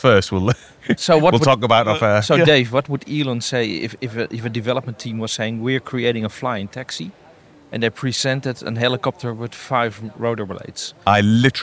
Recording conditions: busy venue